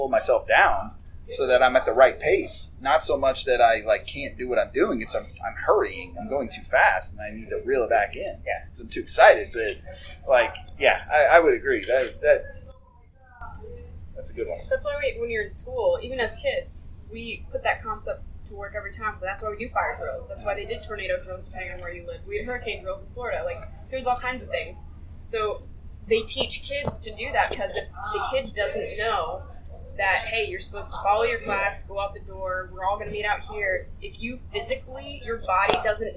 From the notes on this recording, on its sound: Had a great conversation with three great Americans I get the pleasure to work with here in Kenya. The audio is a little sketchy.